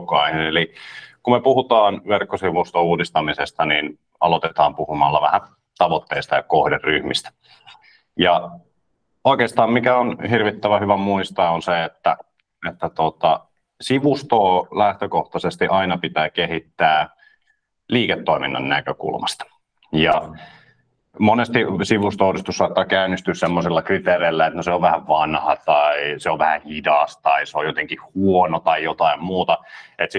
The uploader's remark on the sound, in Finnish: Tämä on äänitallenne Lianan webinaarista.